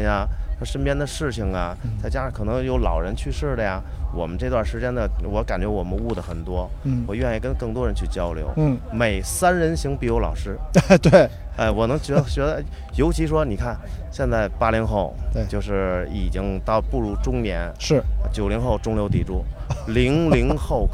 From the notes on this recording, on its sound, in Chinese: 我在阿那亚的【候鸟300】的沙城的夜里，散步。打开H6录音机，随机漫步，随机录音与对话。我遇到了两个音乐人，一个打击，一个长号。